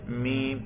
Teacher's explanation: اور میم سے اس لیے بدلا کیونکہ واو بھی ہے شفوی، میم بھی ہے شفوی، شفتن ہونٹ کو کہتے ہیں، اور واو بھی ہونٹوں سے ادا ہوتا ہے، میم بھی ہونٹوں سے